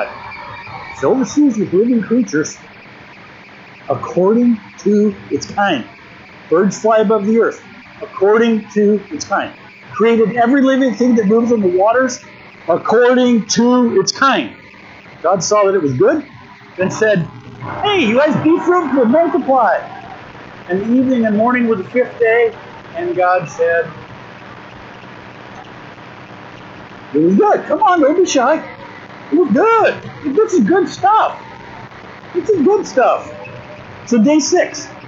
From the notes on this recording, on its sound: 2023 Winter Retreat Session 1. We apologize for the audio quality.